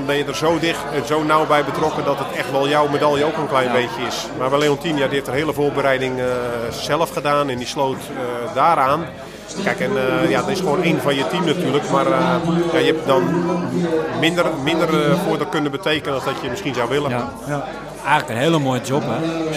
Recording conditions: busy venue